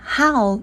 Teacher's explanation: 只需要排出空气，然后紧接着发出 ow · Term: 不发音的 h